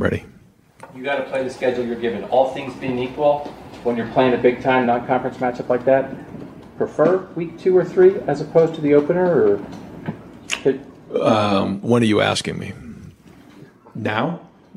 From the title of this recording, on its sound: media press conference